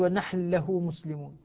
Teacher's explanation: تدغم النون في اللام